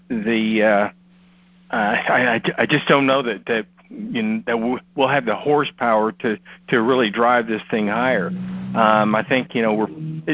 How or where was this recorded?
phone line